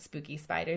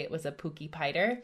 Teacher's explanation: she was still dropping her S's on S consonant combinations like spider and spooky · Shown in: second take